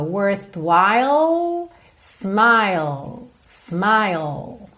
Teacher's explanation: Atenção como que você termina esses sons com a língua lá no céu da boca.